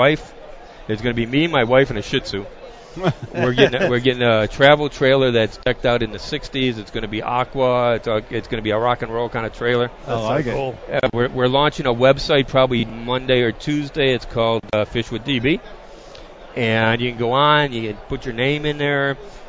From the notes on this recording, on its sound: Live from the 2018 Bassmaster Classic. Recorded at the Geico Bassmaster Classic.